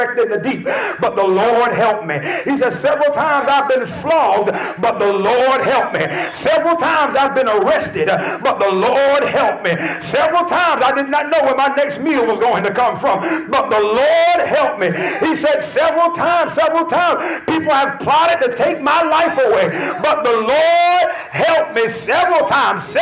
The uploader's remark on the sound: This podcast has been recorded at Lively Stone Temple Columbia which is located at 51 Berkshire Dr. Columbia, SC 29223.